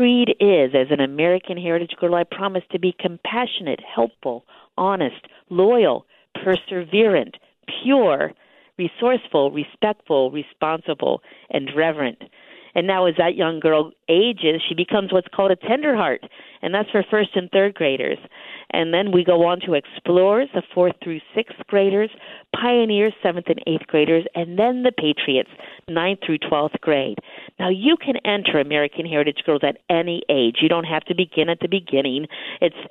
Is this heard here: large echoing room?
no